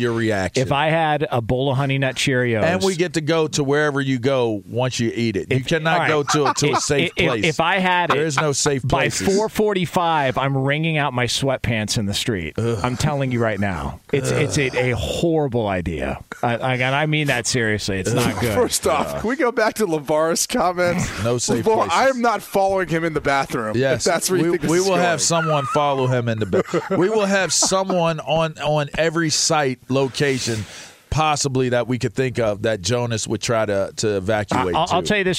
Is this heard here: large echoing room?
no